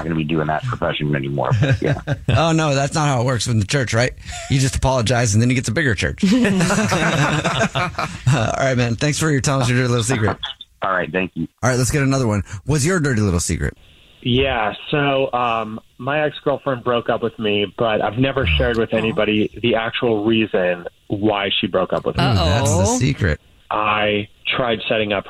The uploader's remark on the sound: The man on the phone.